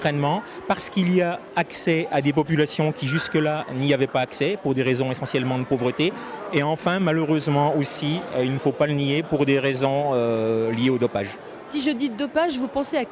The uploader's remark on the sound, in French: En direct des Mystères de l'UNIL